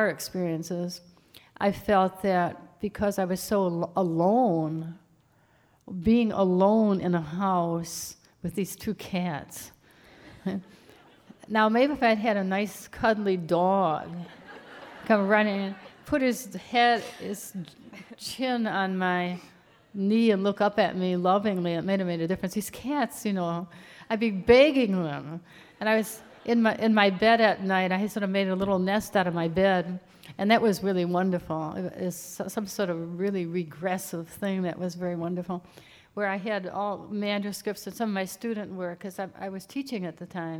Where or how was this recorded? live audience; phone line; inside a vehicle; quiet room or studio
live audience